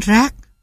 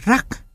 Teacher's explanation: Sự khác nhau giữa chúng chỉ ở chỗ trong rác, a được phát âm dài, còn trong rắc, nó được phát âm ngắn